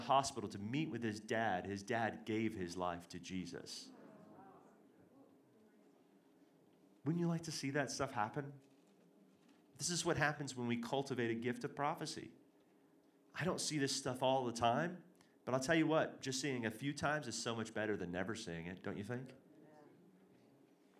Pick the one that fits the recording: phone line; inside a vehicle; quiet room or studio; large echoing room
large echoing room